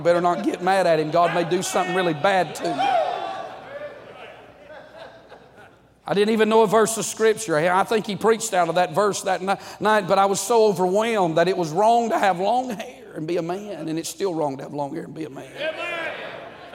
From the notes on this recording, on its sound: during the Monday Evening service of the 38th Annual National Pastors' & Workers' Conference in Santa Clara, California